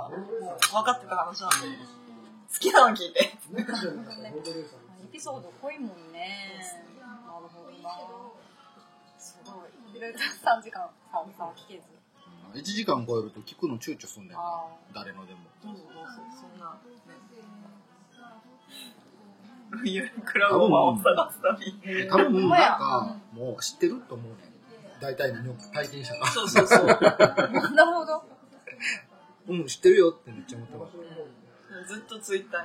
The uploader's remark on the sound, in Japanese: 舞台は台風が直撃した9月17日の高知。4人で居酒屋に行きました。なんとなく録音！テーマも何もないただの居酒屋トークをどうぞ！